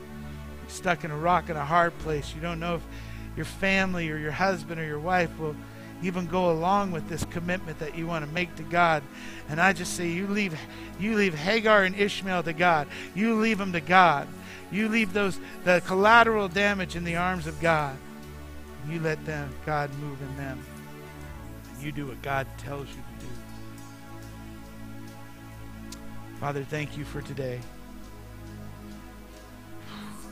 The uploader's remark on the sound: Mt. Zion Church Live!